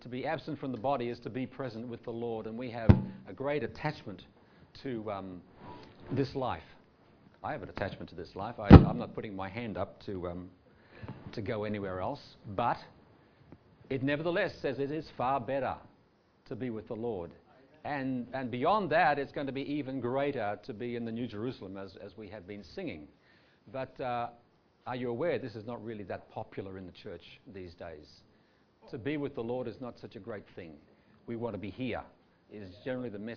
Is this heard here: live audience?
yes